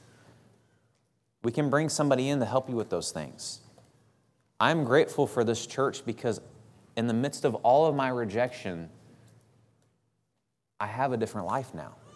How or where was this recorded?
large echoing room